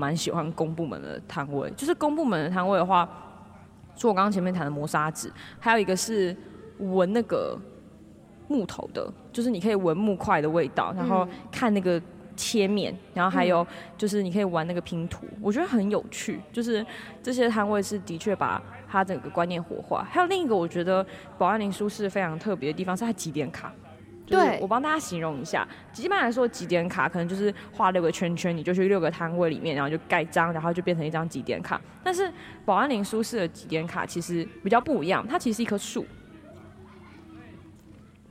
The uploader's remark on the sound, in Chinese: 不DO書團隊出去玩啦！我們到了2022保安林書市。我們在市集現場的錄音。